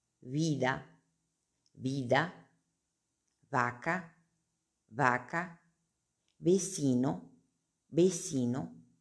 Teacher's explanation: La V, que en portugués se dice V, en español hay una semejanza al sonido de portugués, pero hay diferencia. Se puede hablar como una V suave o como una B suave.